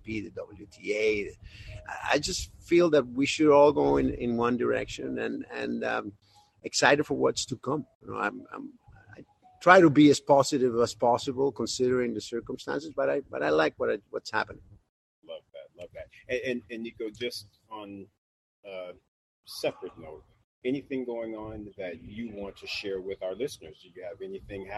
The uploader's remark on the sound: Walking the grounds of the Indian Wells Tennis Garden for the 2021 Edition of World Team Tennis